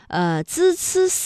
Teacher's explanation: 这舌尖是平舌。真的是抵住上齿背或者是下齿背，控制舌尖不要抬起 · Term: 平舌音